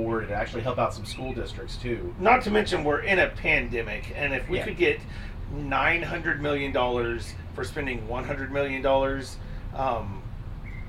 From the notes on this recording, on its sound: We're also still outside so we apologize for any sketchy audio.